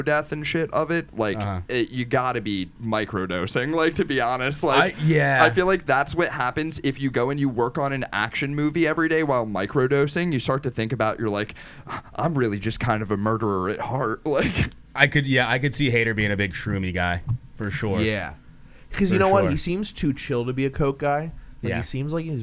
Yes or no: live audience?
no